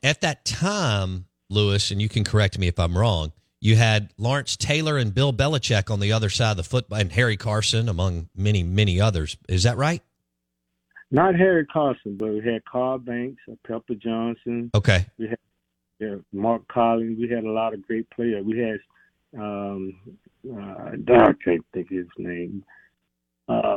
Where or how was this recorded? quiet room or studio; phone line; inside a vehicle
phone line